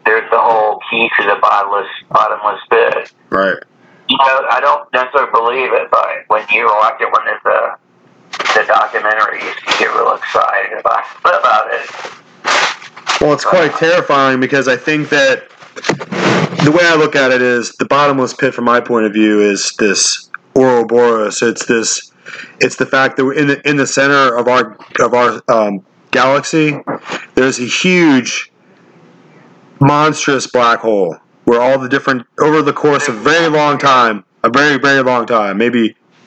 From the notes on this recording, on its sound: This audio take is Lo-Fi and low-tech for your listening pleasure.